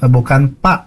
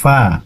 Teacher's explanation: Huruf fa itu adanya di dua bibir, ya. Jadi fa itu bukan pa tapi fa, ya. Ada nafasnya yang keluar. · Shown in: second take